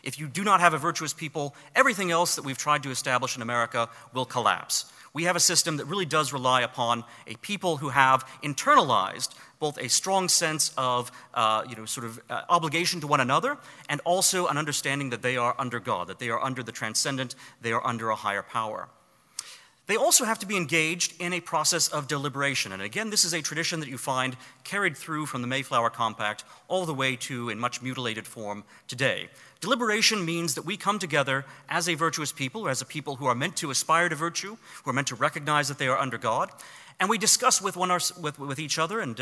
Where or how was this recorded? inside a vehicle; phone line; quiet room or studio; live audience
live audience